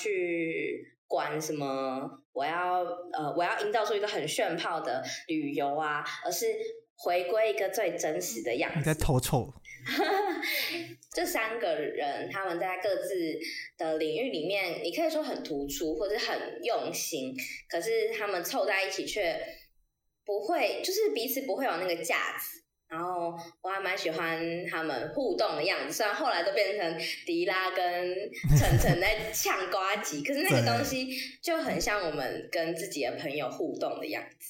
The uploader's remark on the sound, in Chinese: 這集錄音回音較大，敬請見諒